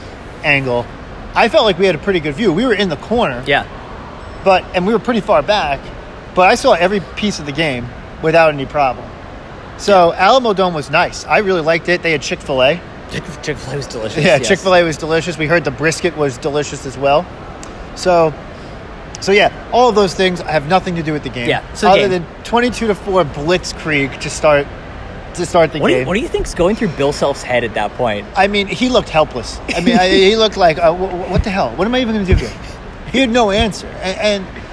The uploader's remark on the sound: We're recording live from the team hotel in San Antonio. That means no production value, no intro, lots of background noise, and plenty of people asking if we work there (obviously not).